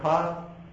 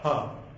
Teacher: But the aspirated version, maha pran version, is ka. You give it a puff of air as it goes up. · Shown in: second take